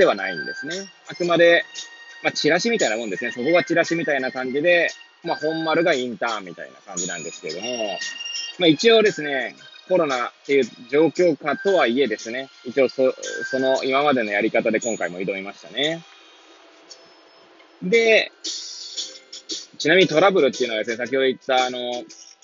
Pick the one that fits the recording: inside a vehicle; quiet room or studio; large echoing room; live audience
inside a vehicle